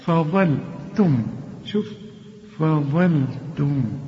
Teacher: رقق الفاء وفخم الظاء ورقق اللام